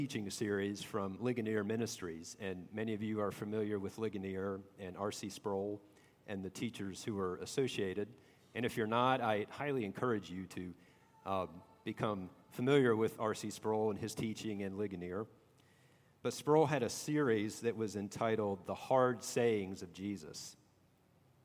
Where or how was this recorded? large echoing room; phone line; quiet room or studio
large echoing room